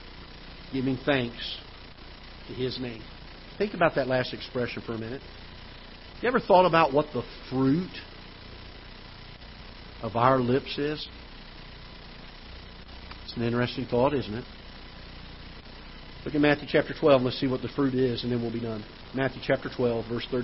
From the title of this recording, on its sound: Ketha Heights Baptist Church ~ Live Broadcast